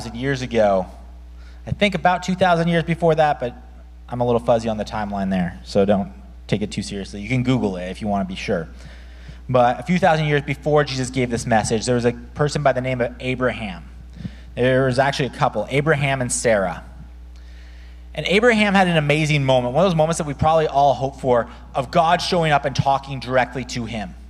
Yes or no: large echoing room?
yes